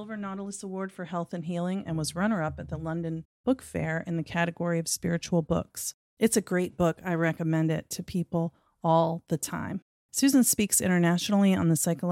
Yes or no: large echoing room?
no